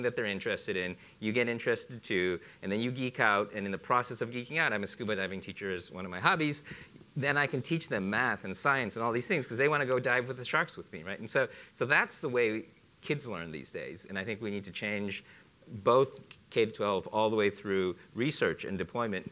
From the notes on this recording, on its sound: recorded at the 2014 International Achievement Summit in San Francisco